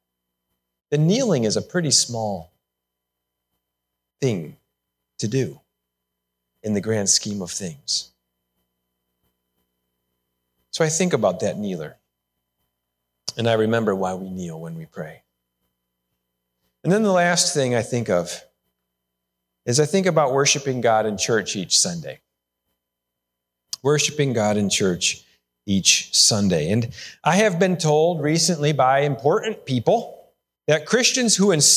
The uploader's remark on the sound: Sermon recorded live AT HOLLAND FMC! The service was held indoor with many adjustments to provide a safe experience.